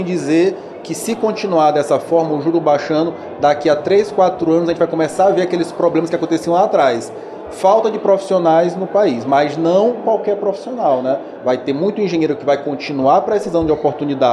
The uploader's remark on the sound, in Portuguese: Realizou o 2ºSimpósio Cidades Inteligentes, na cidade de Santos, litoral de São Paulo. Durante o evento, foi gravada uma série de podcasts.